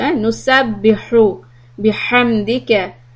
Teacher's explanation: Always make sure that these ha sounds, نُسَبِّحُ بِحَمْدِكَ They are coming from the middle part of your throat.